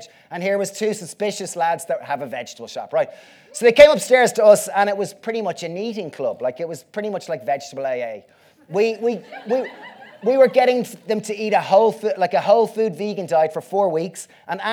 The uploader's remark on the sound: This talk was recorded on the Vevolution stage at Vevolution Festival 2019.